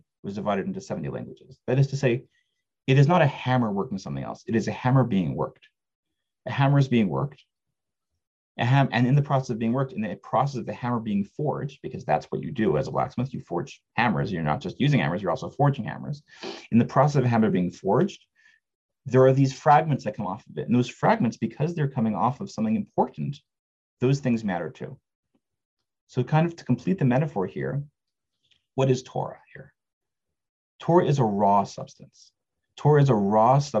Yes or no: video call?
yes